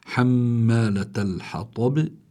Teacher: الباء سكنت، هي مكسورة لكن سكنت لأجل الوقف، فصار عندي باء ساكنة لفظا ليس خطا، إنما ساكنة لفظا، فلا بد من إظهار القلقلة، ولأنها عند الوقف فبتكون القلقلة أقوى.